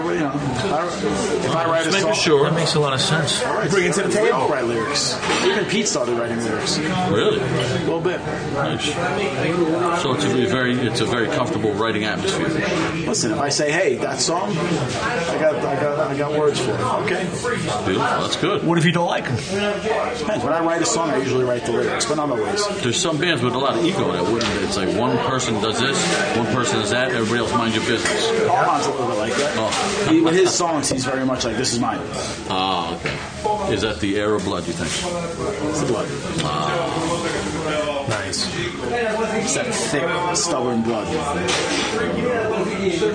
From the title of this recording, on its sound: Live from Carlo's Pizzeria in Queens